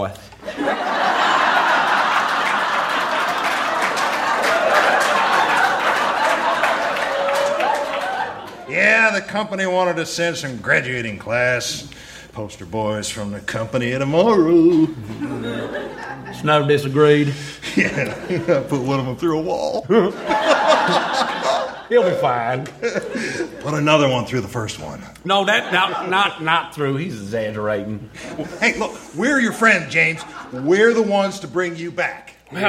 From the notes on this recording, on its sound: Recorded Live 3/3/2012 at Largo, Los Angeles.